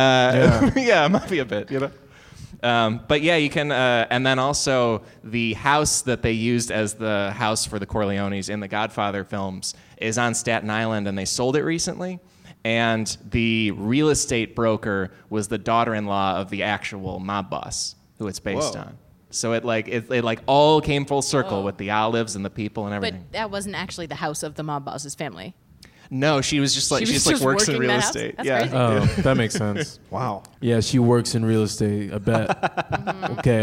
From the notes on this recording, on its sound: LIVE at UCB Sunset